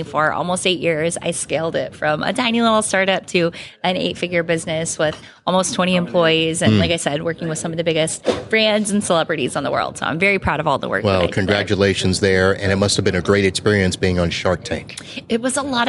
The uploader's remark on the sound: Live from ASCII Edge. The ASCII Edge event in Clearwater, FL.